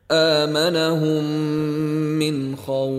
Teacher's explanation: bunyi huruf mim pertama digabungkan ke dalam mim yang kedua dengan merapatkan bibir beserta dengung dua harakat · Di dalam kalimat ini, mim tidak bertanda mati bertemu dengan huruf mim. Mim pertama digabungkan atau dimasukkan ke dalam mim kedua dan didengungkan dengan kadar dua harakat. · Term: Idgham syafawi